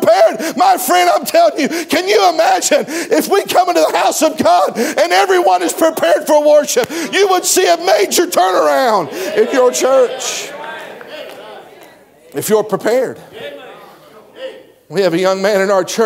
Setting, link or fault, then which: setting, live audience